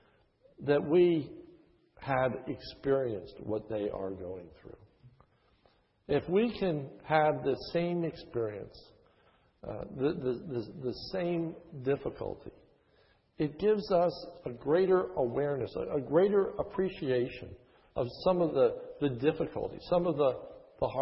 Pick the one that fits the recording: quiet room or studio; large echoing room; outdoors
large echoing room